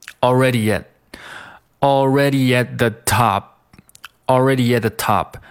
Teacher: at 里面这个 t 被省略掉，读成 already yetAlready at, already at the top, already at the top.那这个 top 后面这个 p 你也可以省略掉，读成 already at the top 或者是 already at thetop，你把它读出来有没有问题？OK，那我们来整体来看一下，来听一下原音重现。